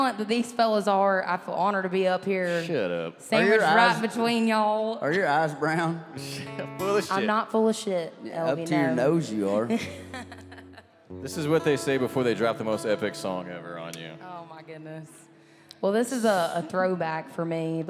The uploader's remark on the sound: Rounds At Live Oak In Nashville